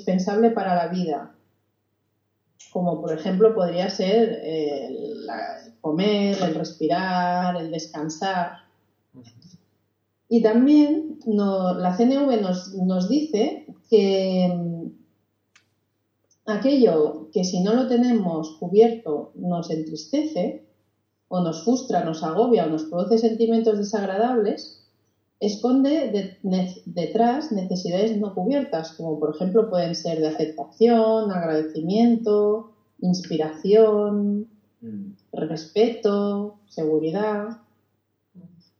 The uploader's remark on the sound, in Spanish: Audio de baja calidad